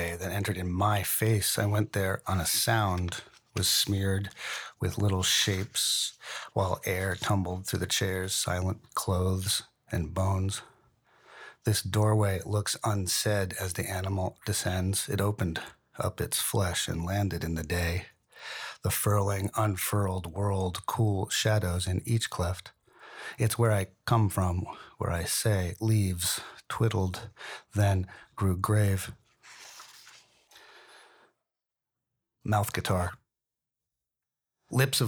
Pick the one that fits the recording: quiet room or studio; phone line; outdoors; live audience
quiet room or studio